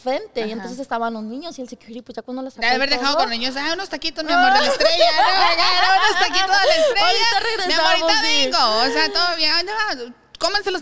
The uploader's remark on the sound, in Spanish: En vivo desde La Huacana Night Club